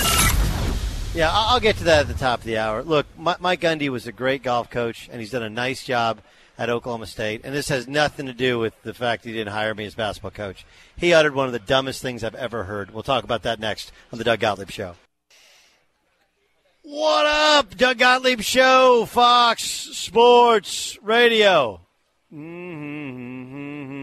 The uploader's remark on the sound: broadcasts live from the US Open at Shinnecock Hills